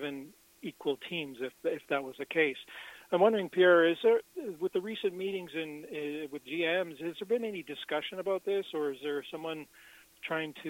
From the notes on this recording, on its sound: Senators Interactive Access Live Teleconference Call. Interact with Senators season ticket holders via teleconference.